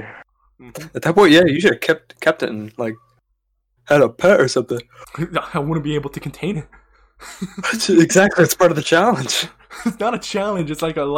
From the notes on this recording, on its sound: we're finally getting the hang of the audio issues